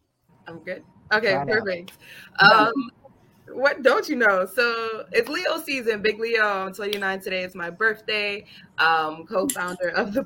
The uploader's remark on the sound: Replay from the live stream broadcast of the 2022 Virtual Childfree Convention.